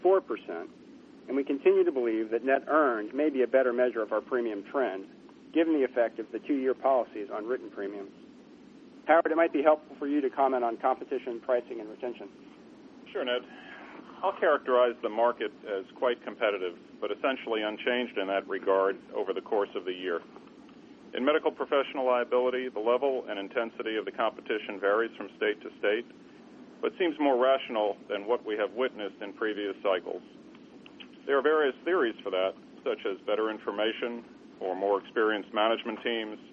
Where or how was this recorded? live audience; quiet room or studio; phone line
phone line